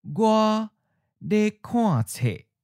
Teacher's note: you don't hear the falling tone because gua has changed to gua gua de kuanzi.